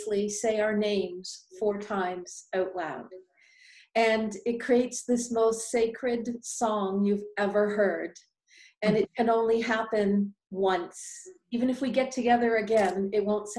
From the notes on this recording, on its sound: Psychic Forecast - Live Group Zoom Event.